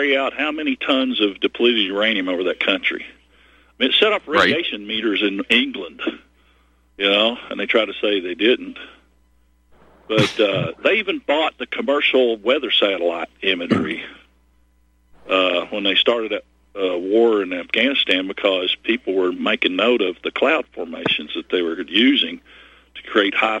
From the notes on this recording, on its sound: Your phone calls